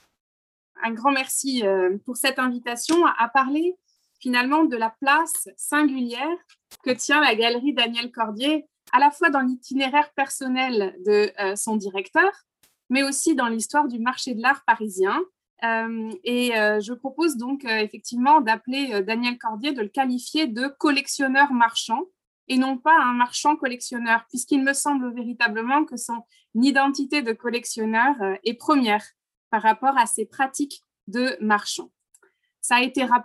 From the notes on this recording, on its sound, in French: Enregistré sur Zoom